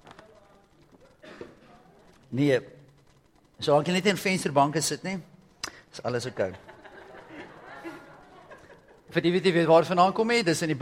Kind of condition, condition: setting, large echoing room